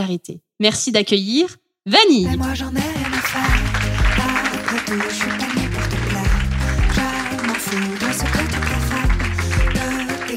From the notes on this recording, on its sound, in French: je suis ravie d’être à la Nouvelle Seine en public pour cet épisode un peu spécial